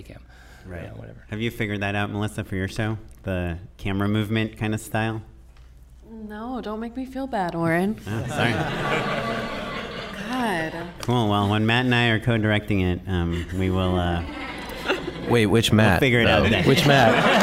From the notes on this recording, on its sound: We're doing it LIVE! A live recording in front of a packed audience of Just Shoot It Listeners.